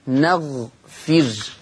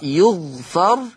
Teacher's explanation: حفص يقرأ بفتح النون وسكون الغين وكسر الفاء نغفر هذا لحفص أما لورش فورش يقرأ يغفر أي بضم الياء وسكون الغين وفتح الفاء